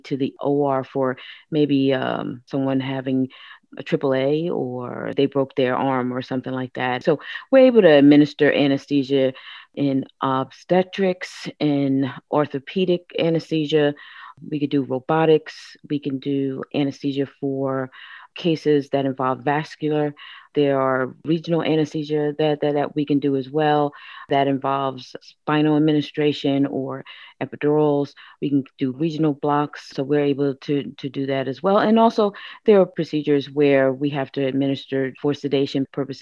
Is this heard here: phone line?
no